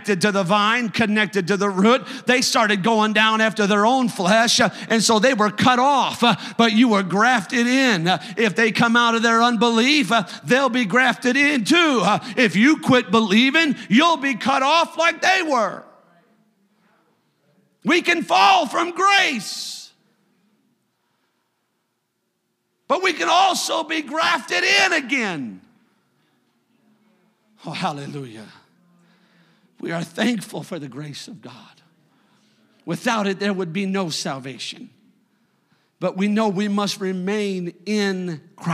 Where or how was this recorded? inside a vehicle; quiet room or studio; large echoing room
large echoing room